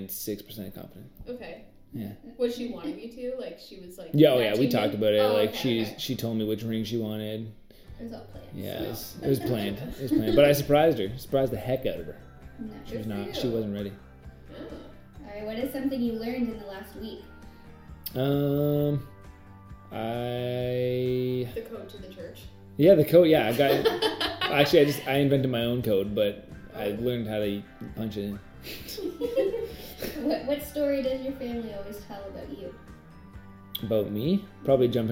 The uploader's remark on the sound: Disclaimer: Audio is a bit off.